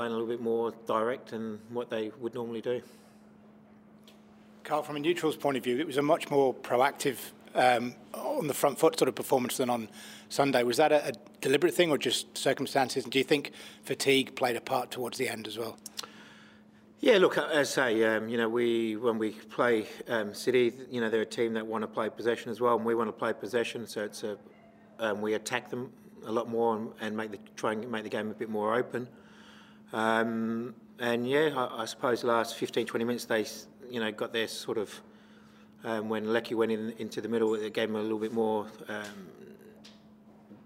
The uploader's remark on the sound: Post-Match Press Conference